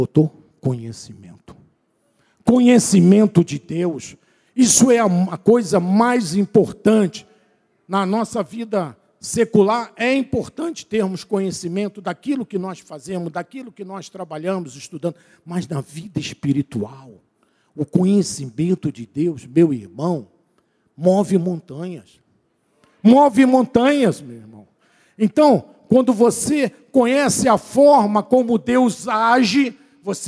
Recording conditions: large echoing room